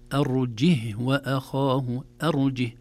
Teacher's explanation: في هذه الكلمات أرجه يقرأ بسكون الهاء وليس بحركة الهاء